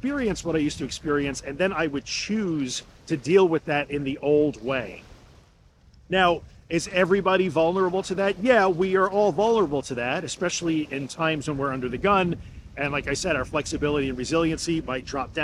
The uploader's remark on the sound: This episode was recorded on a beach by myself in a spot where my cell/mobile phone gets no signal, where there were no people to save me if I needed to be saved, and where I was far from help.